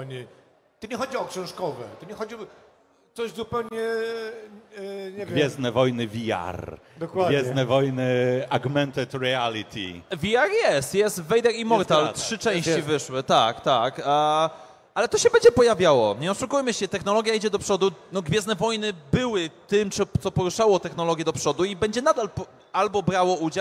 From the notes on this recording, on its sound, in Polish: Podczas minionego weekendu odbyło się PGA czyli Poznań Game Arena. W sobotę na scenie głównej odbył się panel dyskusyjny.